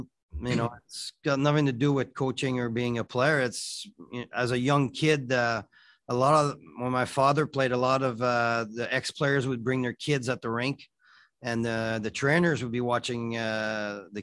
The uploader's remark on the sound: BROSSARD, QC — The AHL Report team from Rocket Sports Media was on the media’s Zoom call for the second on-ice session of the Montreal Canadiens’ 2021 Rookie Camp, held at the Bell Sports Complex.